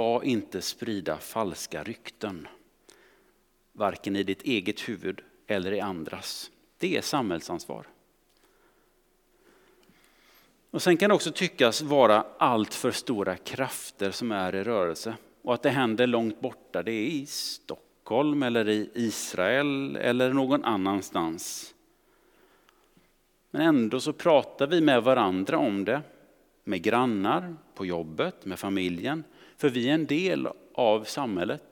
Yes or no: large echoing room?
yes